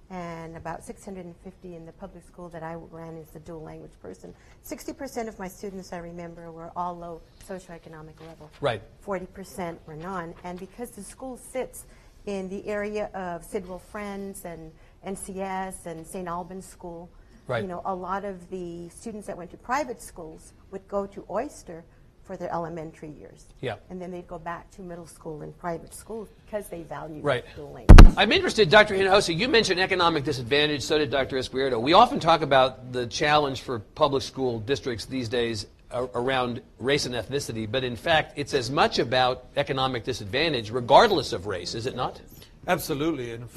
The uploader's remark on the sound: The event was recorded before a live audience. At the University of Texas at El Paso campus. It was part of a half-day symposium on urban public education in Texas.